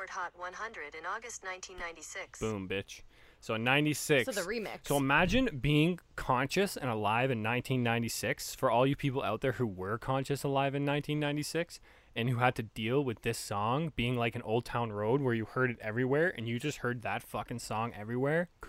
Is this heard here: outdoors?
yes